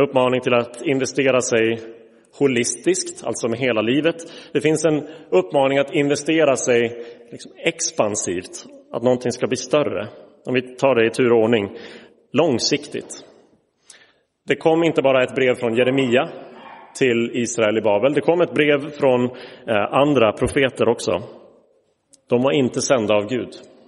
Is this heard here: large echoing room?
yes